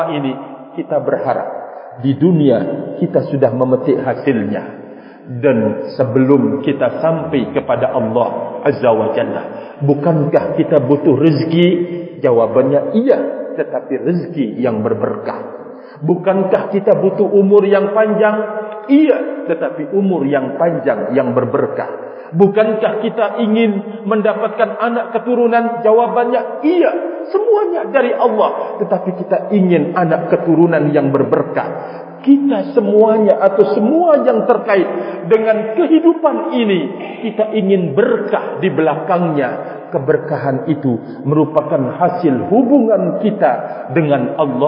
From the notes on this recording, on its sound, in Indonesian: KAJIAN ISLAM ILMIYAH SUMBAWA BARAT NTB. Masjid NURUL ISLAM (Masjid Kecamatan Maluk, KSB - NTB).